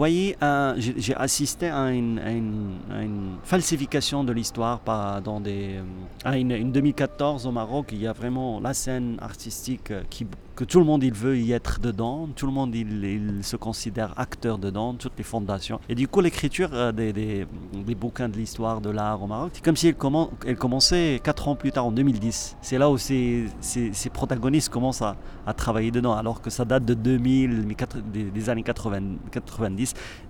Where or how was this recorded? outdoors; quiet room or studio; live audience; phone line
outdoors